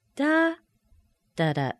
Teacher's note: Primary stress, weak stress, weak stress. That final syllable will either be a schwa or a very shortened long vowel sound.